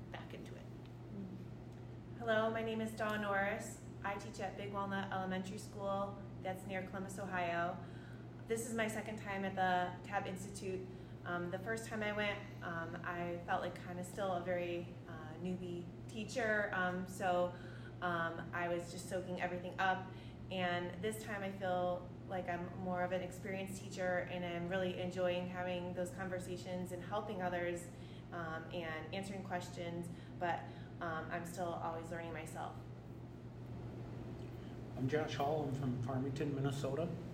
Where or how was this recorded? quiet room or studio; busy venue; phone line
busy venue